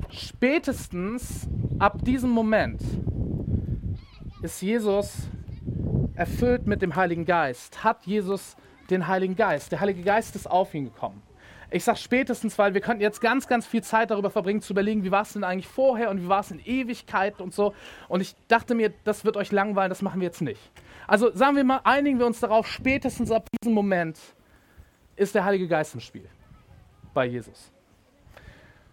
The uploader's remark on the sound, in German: Predigt im Rahmen des GreifBar+ Gottesdienstes